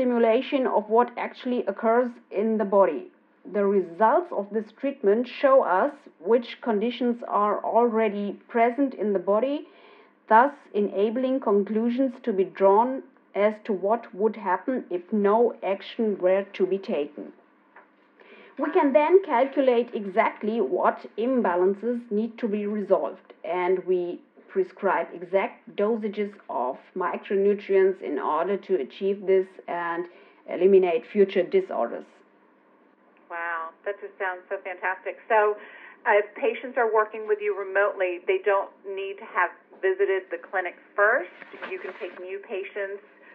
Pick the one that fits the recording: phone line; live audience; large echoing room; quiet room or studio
phone line